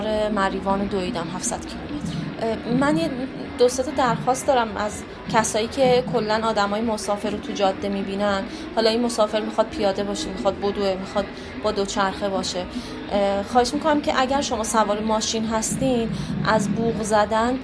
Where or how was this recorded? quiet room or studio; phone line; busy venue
busy venue